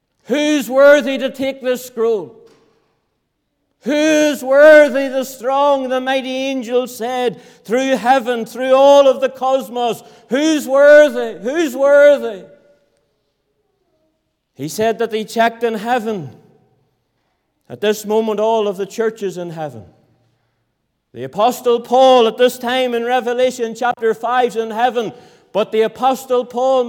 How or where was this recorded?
large echoing room